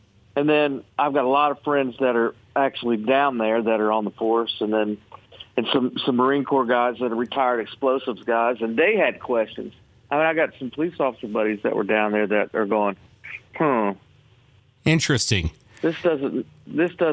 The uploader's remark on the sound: called into the show this morning